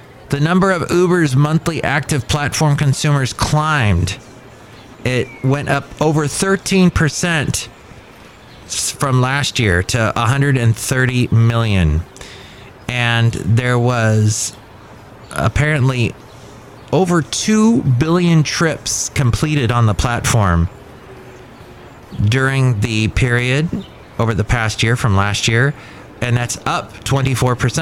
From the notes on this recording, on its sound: podcasts live from Café Anyway